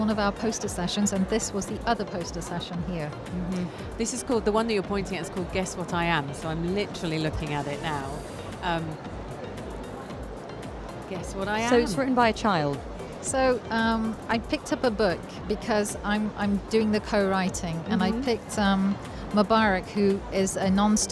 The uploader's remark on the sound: Live from SIBF 2023